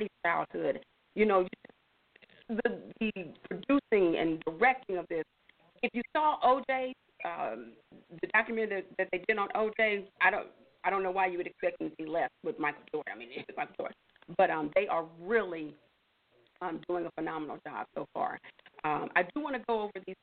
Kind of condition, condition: link, phone line